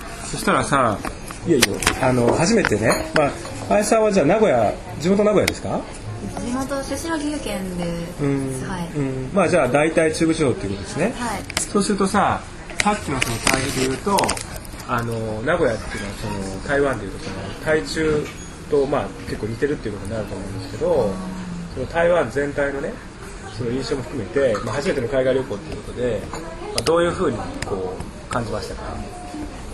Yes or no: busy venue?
yes